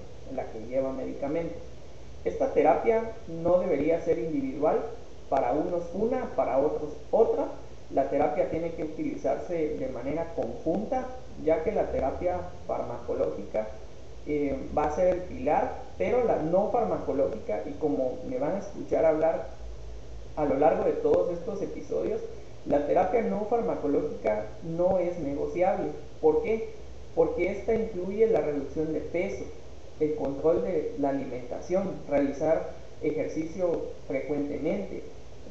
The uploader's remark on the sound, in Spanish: Con algunas dificultades de audio